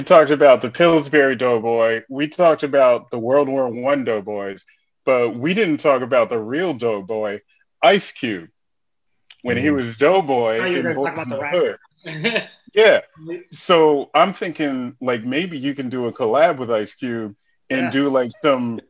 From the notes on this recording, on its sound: Recorded Live on Zoom on 11/9/2020